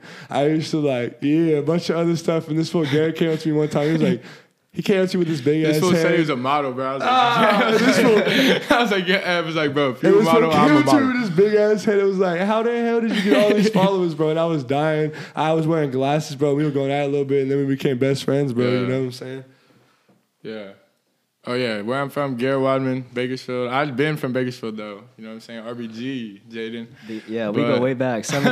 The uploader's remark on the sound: In front of a live audience